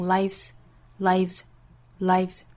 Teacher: 我们听到原声是把 life 和 is 之间做了一个缩约，读成 lives